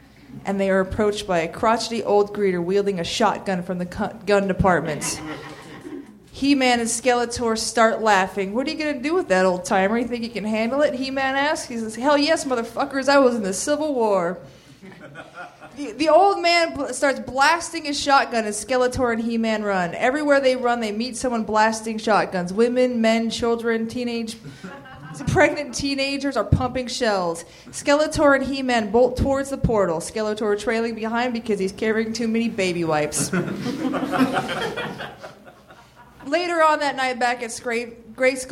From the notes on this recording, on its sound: Recorded August 20, 2013 at the nerdmelt theater in LA.